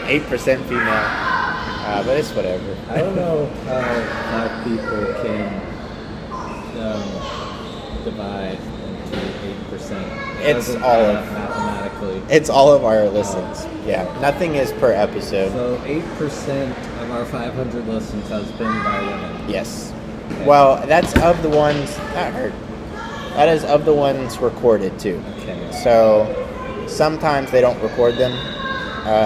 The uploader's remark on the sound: Our microphone didn't plug in all the way, so it was just recording from our laptop's microphone, which is way worse quality, so we are very sorry for all the background noise. The computer was facing Me, so it picked up his voice better.